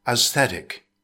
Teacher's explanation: It consists of three syllables. Stress the second syllable. In British English, it's pronounced aesthetic.